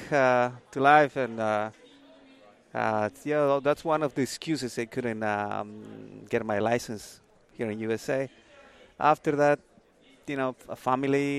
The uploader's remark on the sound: Wrapping It All Up at the Ivoclar Ballroom From Lab Day Chicago